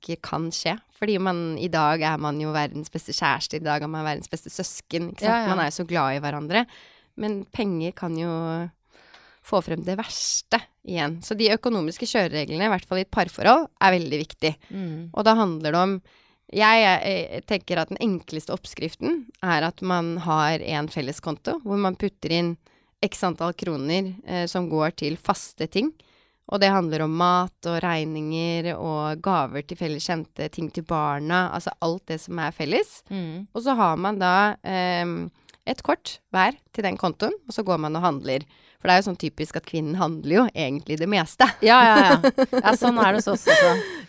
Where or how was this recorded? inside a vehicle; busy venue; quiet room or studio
quiet room or studio